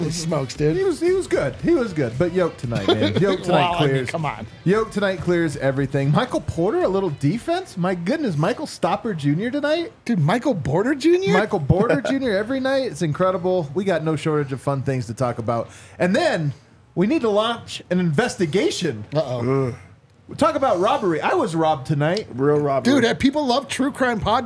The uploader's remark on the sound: come to you LIVE from the DNVR Bar